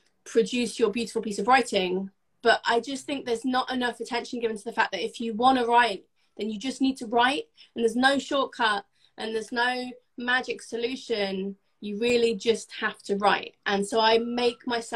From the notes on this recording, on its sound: live Instagram interview